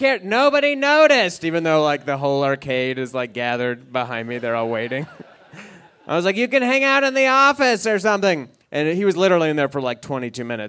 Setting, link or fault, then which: setting, live audience